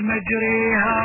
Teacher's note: قرأ حفص بإمالة الألف بعد الراء إمالة كبرى